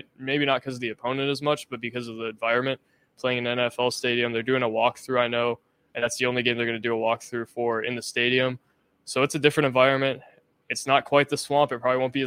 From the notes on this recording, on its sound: Report from Allegacy Stadium in Winston Salem for an instant reaction following Vanderbilt's 36-20 loss to Wake Forest.